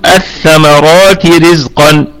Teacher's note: الراء مفخمة وصلا ووقفا لأنها في وسط الكلام وفيها مد طبيعي، فيها مد طبيعي وصلا وعارض للسكون وقفا.